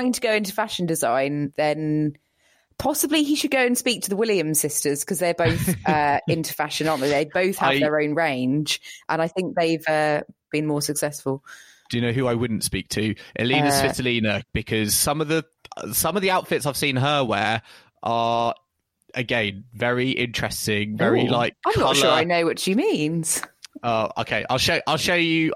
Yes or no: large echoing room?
no